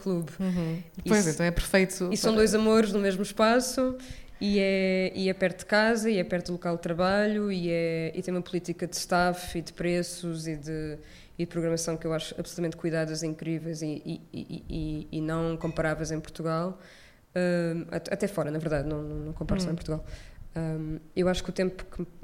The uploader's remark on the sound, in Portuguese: Ao vivo no Maus Hábitos. Este episódio foi gravado ao vivo no espaço Maus Hábitos. A convite da iniciativa Podcast à Mesa.